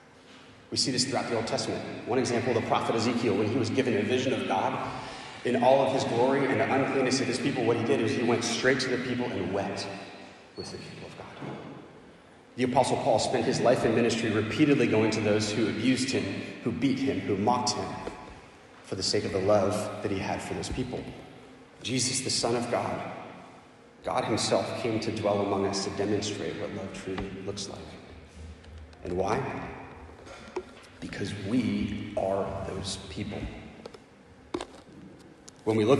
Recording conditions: large echoing room